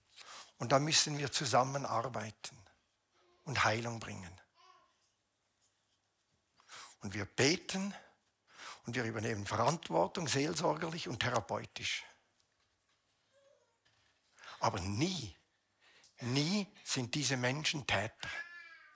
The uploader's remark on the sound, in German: Eine Predigt der BewegungPlus Burgdorf.